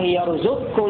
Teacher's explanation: فندغم القاف في الكاف إدغاما تاما فتسقط القاف وتسقط صفاتها من قلقلة وتفخيم